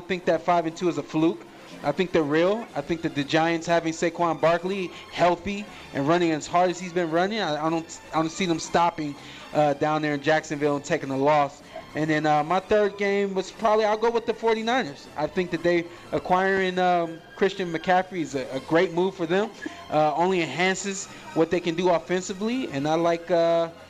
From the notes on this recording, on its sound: live from the Westgate Superbook